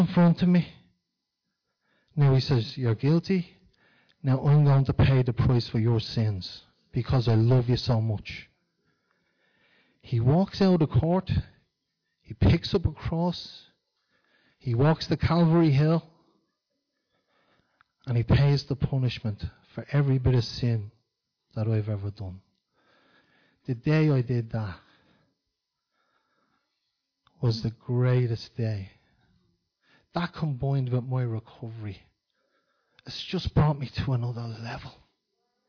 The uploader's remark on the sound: Recorded live in Liberty Church